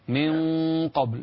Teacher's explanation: فمن قبل فخم الغنة هنا تمهيدا للقاف المفخمة